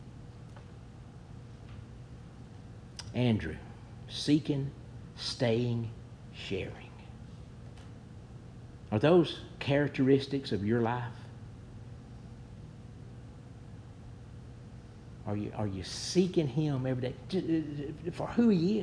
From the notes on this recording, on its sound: Preached at New Hope Baptist Church